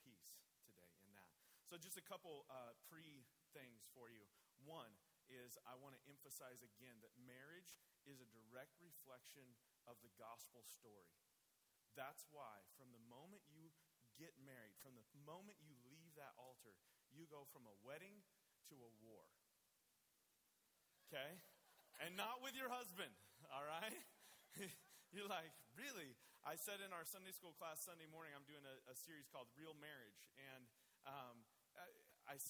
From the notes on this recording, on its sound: I apologize up front for the poor quality of the audio on this recording... Obviously still a lot of kinks to work out on my end. This is a teaching from the Tulare Community Church Women's ministry Bible Study. After small groups wrap up, the speaker for the day is generally given the opportunity to wrap up the text for the ladies.